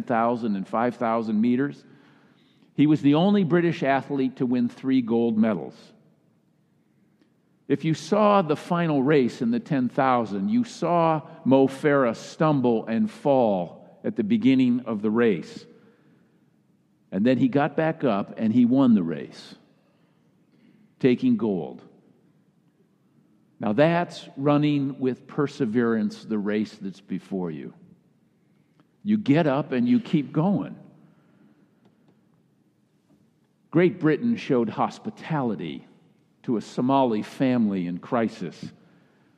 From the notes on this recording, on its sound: Kick Off Sunday message delivered during the Traditional Worship service.